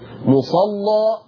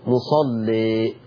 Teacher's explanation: ما تركبش لام مغلظه مع تقليل. مصلى غلظت اللام وفتحت ذات الياء · Shown in: first take